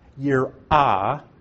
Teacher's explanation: It's the Hebrew word yirah. That aleph is a glottal stop.